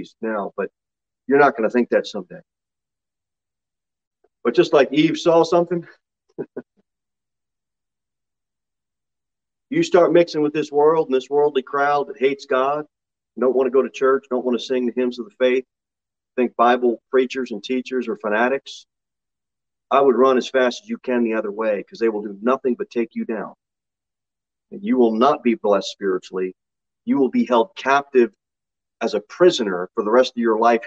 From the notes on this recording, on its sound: Sermon delivered at Pilgrim Baptist Church on Thursday, March 16, 2023, at 6:15 pm. Jere Whitson Rd.